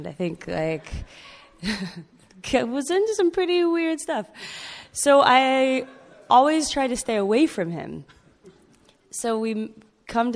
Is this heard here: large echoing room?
yes